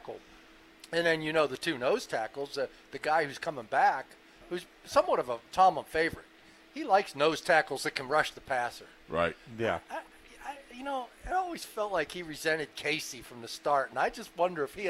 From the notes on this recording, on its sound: ITL Live from Steelers Camp Day 15.